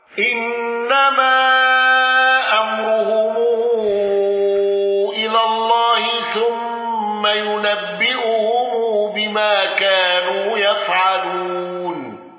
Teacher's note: قالون بصلة ميم الجمع والغنة